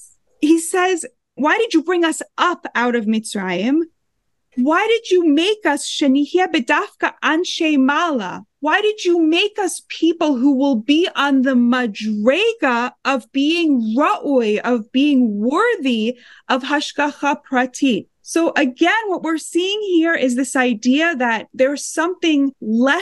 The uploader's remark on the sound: These sessions are held on Zoom every week.